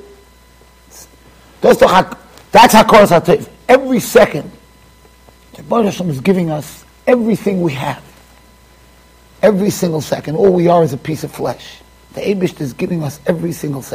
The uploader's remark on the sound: Shiur recorded in Yeshivas Ohr Reuven, Monsey NY.